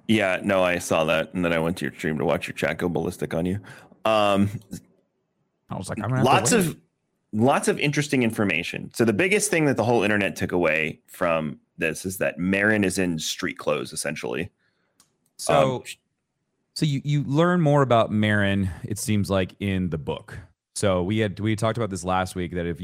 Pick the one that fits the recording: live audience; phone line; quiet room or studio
quiet room or studio